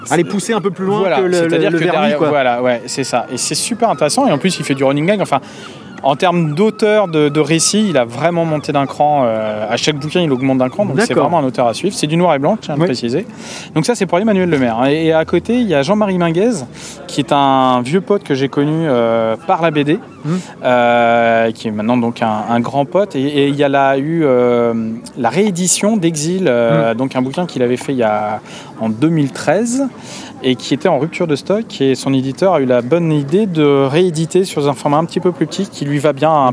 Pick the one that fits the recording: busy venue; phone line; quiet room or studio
busy venue